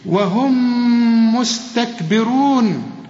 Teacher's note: الميم ساكنة يعني بدون تشكيل هنا، وبعدها ميم، الميم دي بتضغم في الميم التانية، وهم مستكبرون، وهنا برضو السين والتاء مرققين، مستكبي والراء مضمومة والبه قبلها مكسورة، مستكبرون.